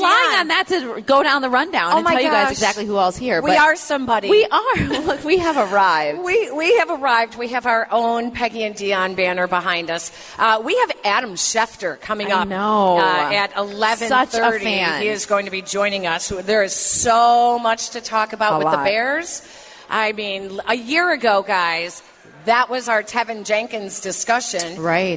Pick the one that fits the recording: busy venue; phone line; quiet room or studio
busy venue